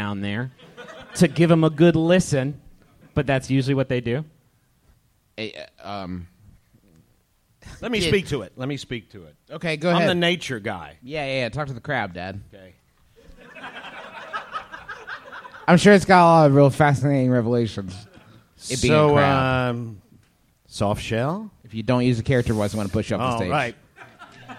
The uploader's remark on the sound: Live in Los Angeles!